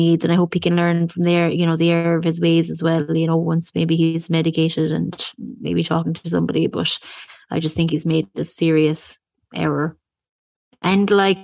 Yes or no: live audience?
no